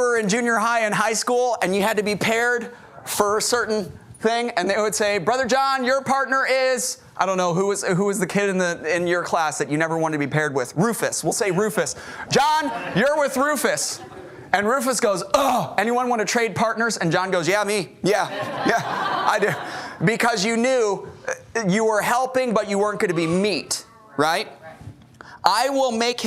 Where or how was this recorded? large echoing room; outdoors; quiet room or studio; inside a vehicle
large echoing room